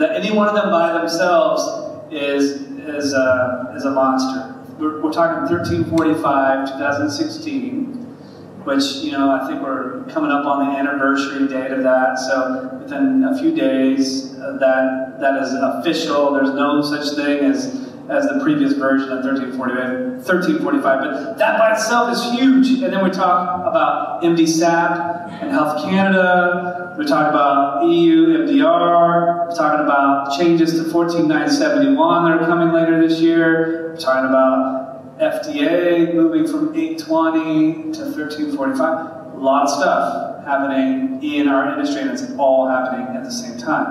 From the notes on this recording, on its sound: Live Atlanta True Quality Roadshow Panel. This special episode features a recording of the industry panel from the Greenlight Guru True Quality Roadshow in Atlanta, presented by the Global Center for Medical Device Innovation (GCMI) and Rook Quality Systems.